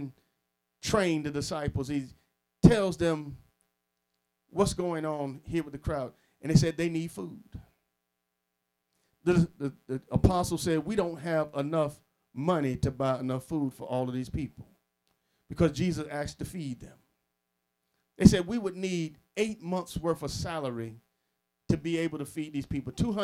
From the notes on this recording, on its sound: Sermon preached from Wesley AME Zion Church.